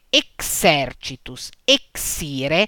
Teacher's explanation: L'X suona CS ma si legge GS sonora nel gruppo iniziale